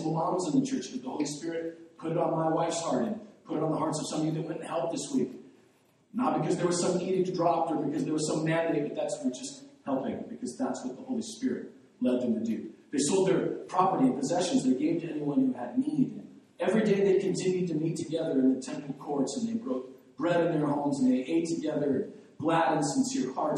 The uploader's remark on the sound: The audio on this wasn't recorded properly